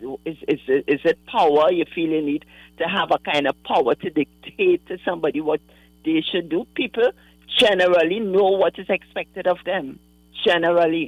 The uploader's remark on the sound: During this hour we take calls from our audience